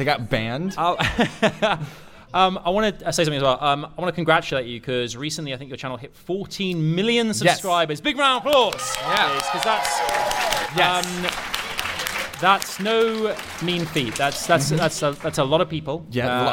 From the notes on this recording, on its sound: Live at VidCon London 2020. Captured live on stage at VidCon London 2020.